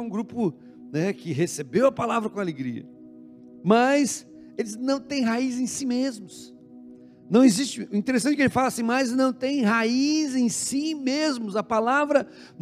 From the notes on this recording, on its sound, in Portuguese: Na Igreja ABA Curitiba (Transmitido ao vivo).